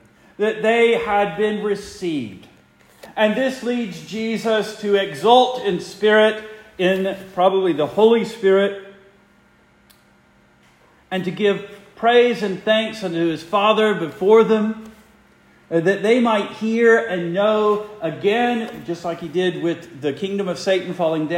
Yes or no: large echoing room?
yes